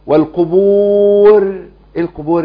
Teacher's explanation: الراء مفخمة برضو لان وقفت عليها وقبلها ايه ساكن وقبل الساكن مضموم